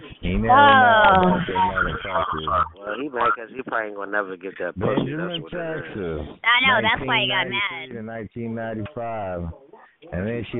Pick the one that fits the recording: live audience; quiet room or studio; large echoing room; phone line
phone line